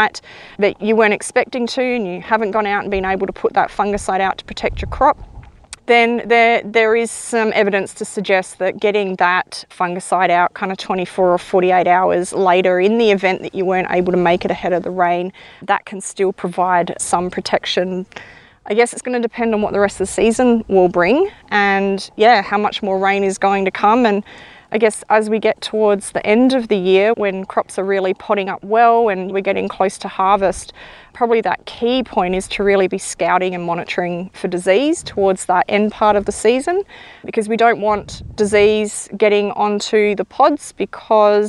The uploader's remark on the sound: Coming to you from the GRDC Grain legume Production hub site field day at Loxton